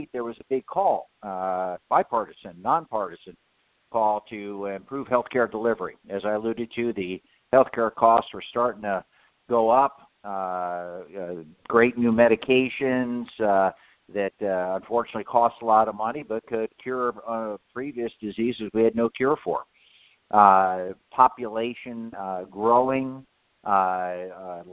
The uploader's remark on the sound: a conference call